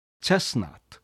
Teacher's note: チェストナットと T を発音するのではなくて、 T を初めから発音しない、チェストナットと発音します。英語には例えば時間の hour の H だとか、often、 often と書いて、実際に often と発音する人もいますが、まあ大部分は often、 T は無声音になります。 There will sit both you